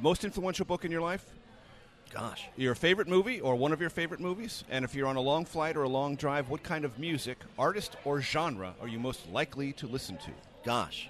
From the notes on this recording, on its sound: Recorded at Founding Farmers in Tysons Corner.